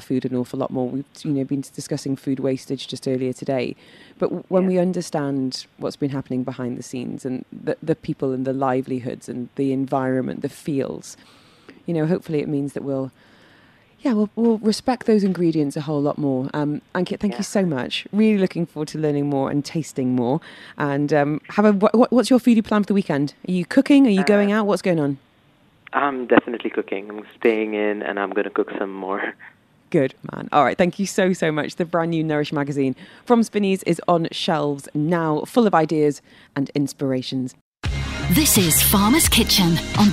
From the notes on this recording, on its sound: Your Friday foodie talk is on tour as we broadcast live from the Hatta Domes.